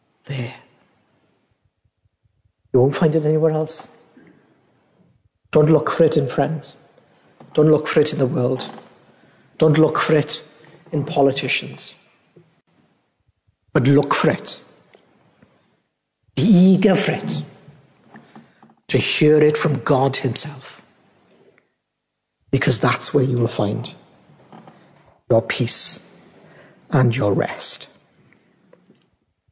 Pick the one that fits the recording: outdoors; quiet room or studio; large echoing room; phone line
large echoing room